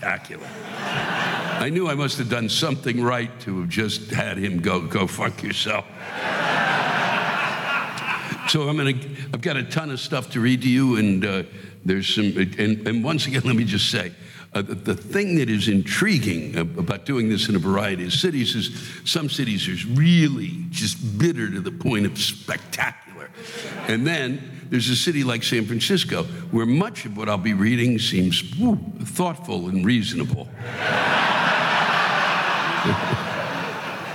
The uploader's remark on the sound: This week’s live rants come from the Regency Ballroom in San Francisco, California.